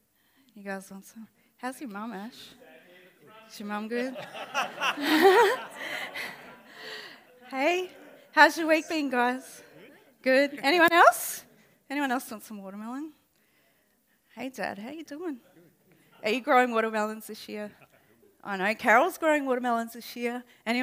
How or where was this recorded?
live audience